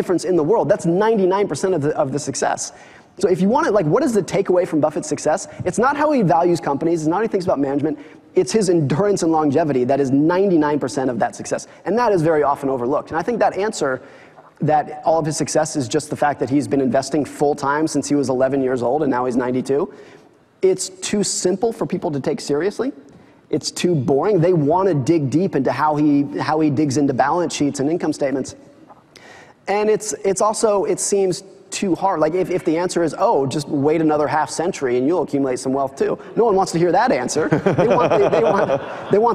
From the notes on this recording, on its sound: In front of a live audience.